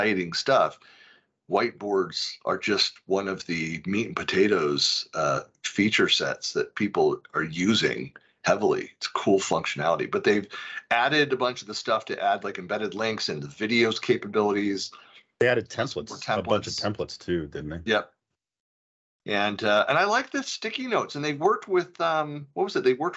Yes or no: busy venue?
no